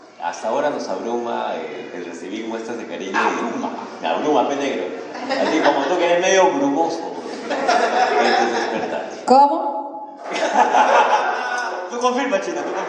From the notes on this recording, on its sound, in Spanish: (en vivo). En esta ocasión, le traemos un episodio grabado de forma Clandestin. Y lo hicimos 'old school', con pita y grabadora. Así que la calidad del audio no es tan chévere.